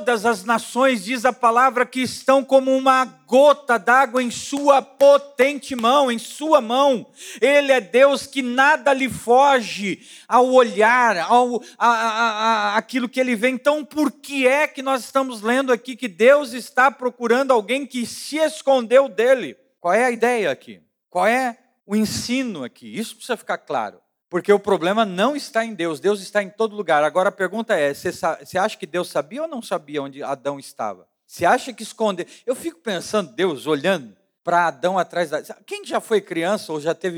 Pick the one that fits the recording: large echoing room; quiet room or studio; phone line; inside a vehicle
large echoing room